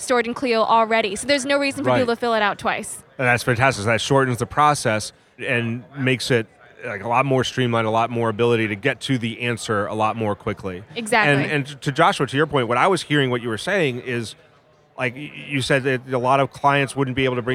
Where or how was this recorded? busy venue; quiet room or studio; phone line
busy venue